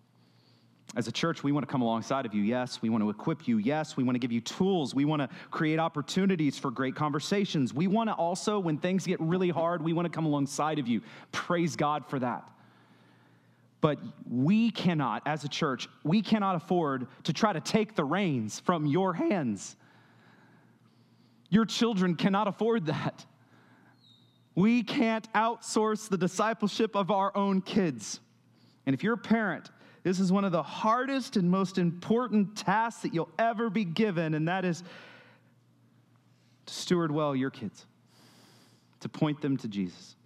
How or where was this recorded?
large echoing room